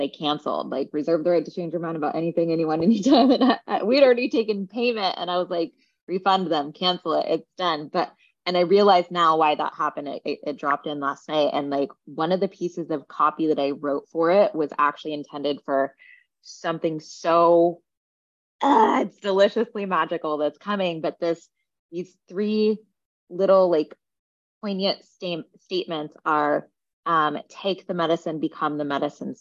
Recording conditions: video call